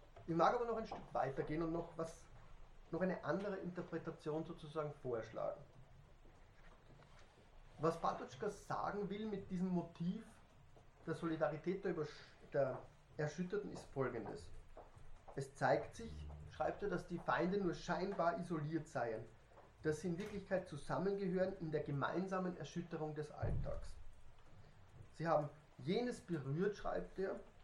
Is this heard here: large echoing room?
yes